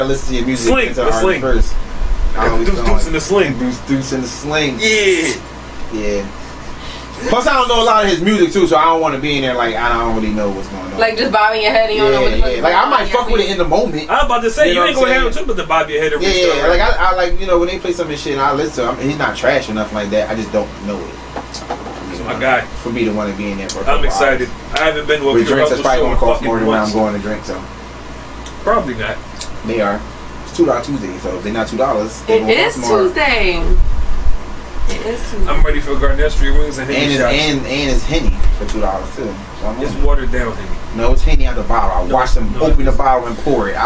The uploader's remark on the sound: The squad was having some technical issues and decided to give live on Facebook this episode.